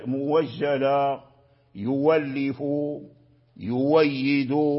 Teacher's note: ورش أبدلها واو، أبدلها واو من جنس حركة ما قبلها · Term: يبدل الهمزة المفتوحة واو